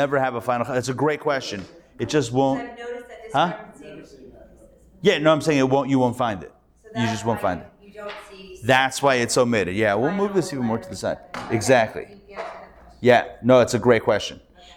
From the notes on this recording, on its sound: Recorded Live at The Torah Center ATL